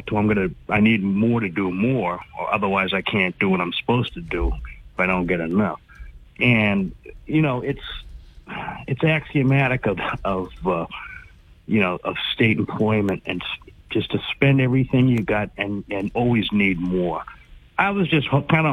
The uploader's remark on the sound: take calls from the audience